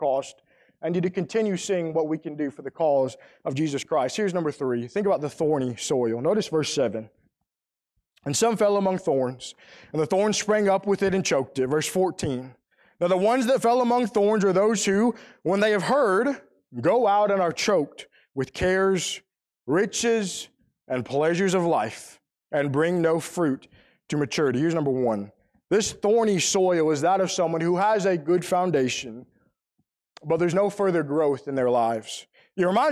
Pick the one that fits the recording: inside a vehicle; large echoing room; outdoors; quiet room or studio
large echoing room